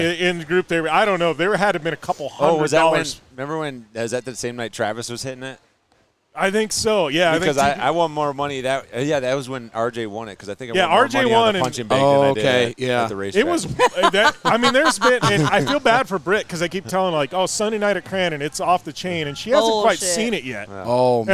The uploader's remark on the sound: Live at Fall Crandon races.